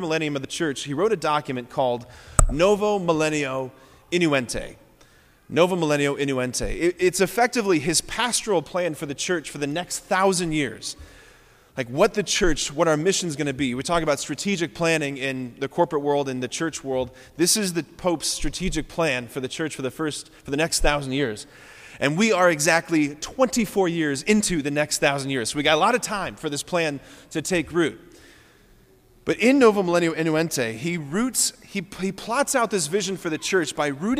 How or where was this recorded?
large echoing room